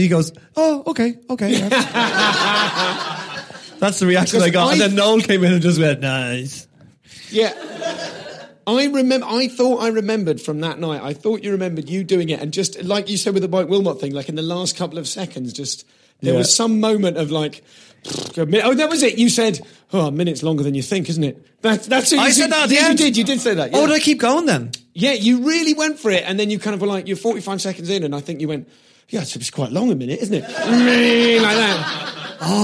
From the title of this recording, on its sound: Live at the Edinburgh Fringe